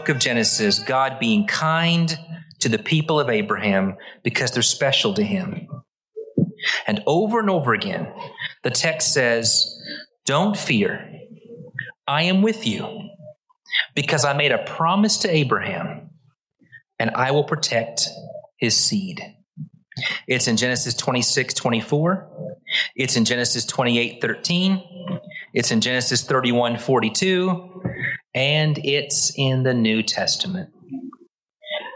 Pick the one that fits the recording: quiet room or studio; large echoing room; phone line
large echoing room